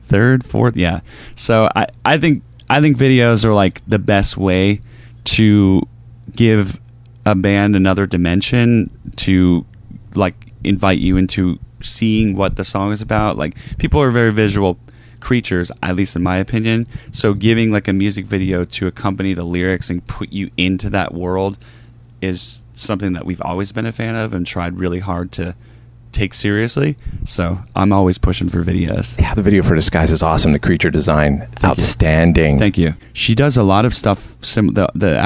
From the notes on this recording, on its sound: We take you live to the tour bus